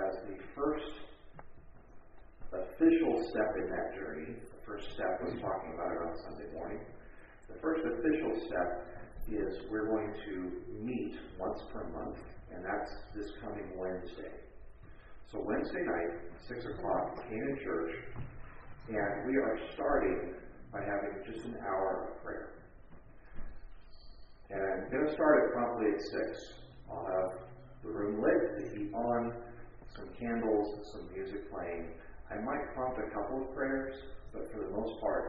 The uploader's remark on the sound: Recording of the church service of the Enfield United Methodist Church November 6, 2022